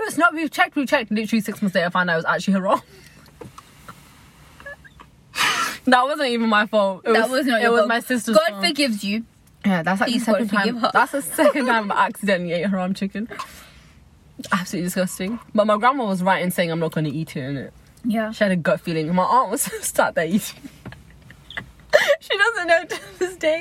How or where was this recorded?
inside a vehicle